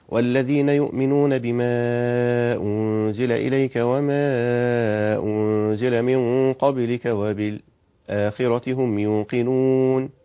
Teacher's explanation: عندي كذلك في رواية حفص يجوز ورواية حمزة السكت على الآخرة، يقولون والذين يؤمنون بما أنزل إليك وما أنزل من قبلك وبالآخرة هم يوقنون، هكذا يقرأها حفص بتوسط مع السكت